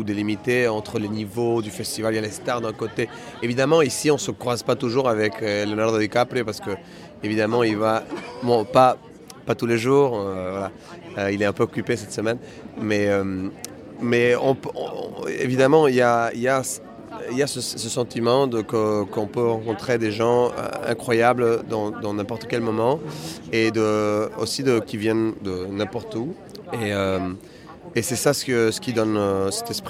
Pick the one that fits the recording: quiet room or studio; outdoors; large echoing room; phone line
outdoors